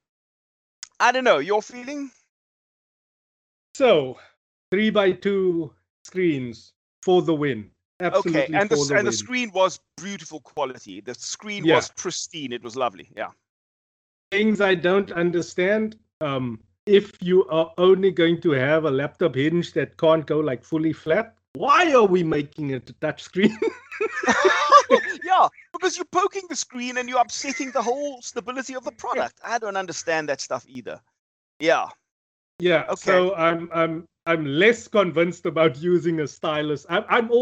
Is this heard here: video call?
yes